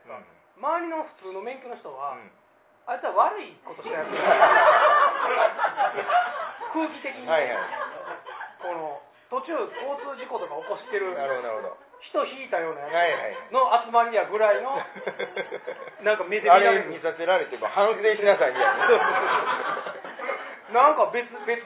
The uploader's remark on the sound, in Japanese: 公開収録